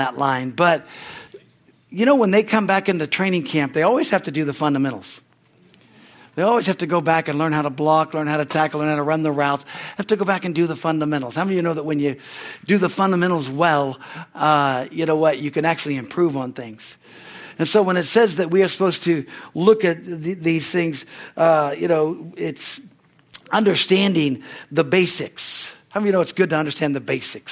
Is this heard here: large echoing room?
yes